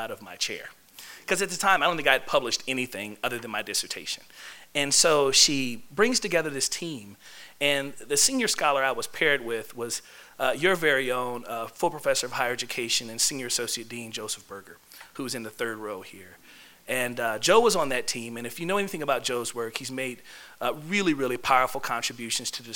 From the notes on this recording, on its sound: This lecture was given on Tuesday, March 1, 2016, in the Cape Cod Lounge of the Student Union at UMass Amherst.